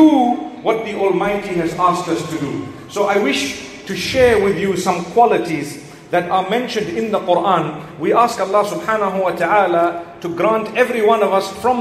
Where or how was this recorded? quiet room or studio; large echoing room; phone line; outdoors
large echoing room